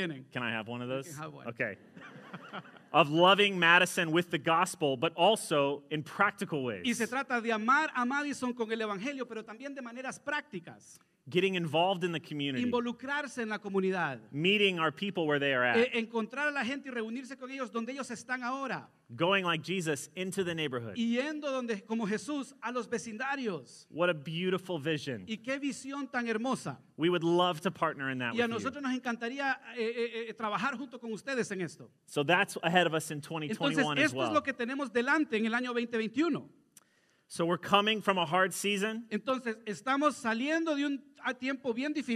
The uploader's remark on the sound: Sermon delivered Sunday, February 14, 2021 (Transfiguration Sunday), at a joint worship service of Christ Church Madison visiting at Lighthouse Church Madison.